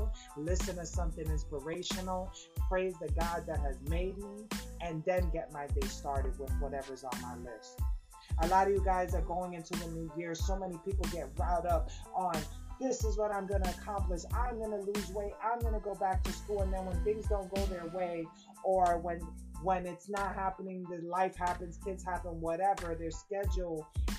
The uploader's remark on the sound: Excuse the mic experiencing severe weather today.